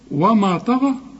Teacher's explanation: ما زاغ البصر وما طغى، ما هو غلط لما تقول لي وما، برضه هترجع لتقول لي وما، وما طغى. الطاء والغين هم المفخمين، وكمان المد بتاع الغين طغى مفخم برضه.